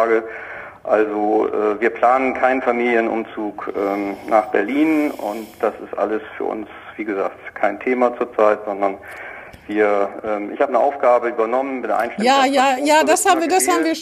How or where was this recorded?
phone line